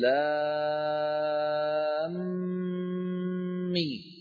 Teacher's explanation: ألف لام ميم شو بنعمل؟ تدغم الميم في الميم، نقول لام مي. · Term: ادغام